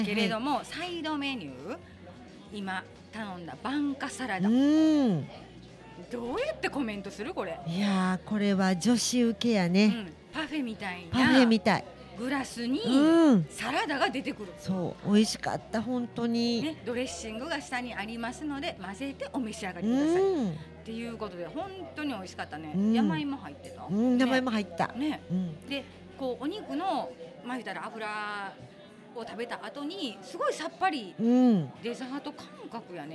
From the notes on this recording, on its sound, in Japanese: 炭火焼肉・ステーキ萬華様。解体ショー&じゃんけんゲーム実況最高級のお肉を存分にいただきながらの収録でした。